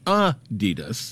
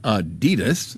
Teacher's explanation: It's supposed to be Adidas, with a slight emphasis on the first syllable · Shown in: first take · not Adidas, stressing the second.